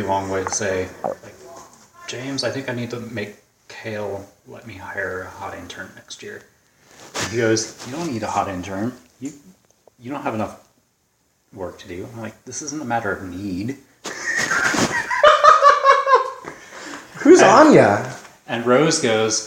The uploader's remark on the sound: In the kitchen while he cooks as we take audio notes on this wine for my Noise article.